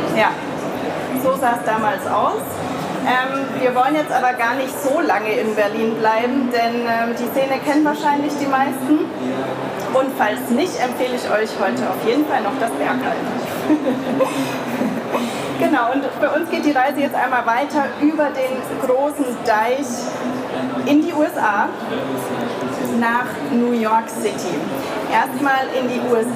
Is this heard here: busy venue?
yes